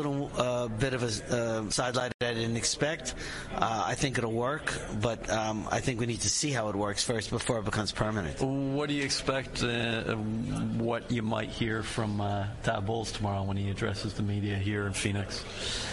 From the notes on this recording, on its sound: Live at the League Meetings